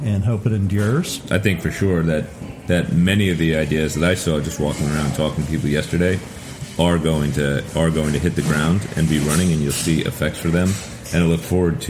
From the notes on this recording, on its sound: Takes the show on the road for the Innovation Learning Network’s InPerson Meeting (absolutely not a conference) in Sacramento, California, hosted by The Shop at VSP.